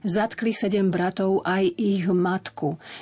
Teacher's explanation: to ch ktoré máme na konci zámena ich, sa nám mení na H